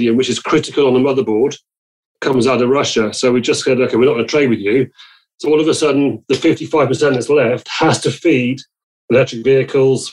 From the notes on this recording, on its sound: Our podcasts are currently being recorded purely via online conferencing platforms, we apologise for any minor sound quality issues.